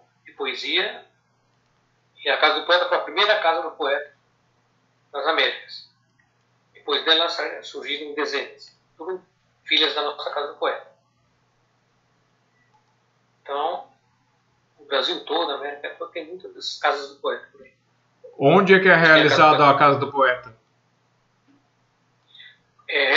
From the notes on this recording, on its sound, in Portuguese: terceira live entrevista, realizada quinta-feira 30/04/2020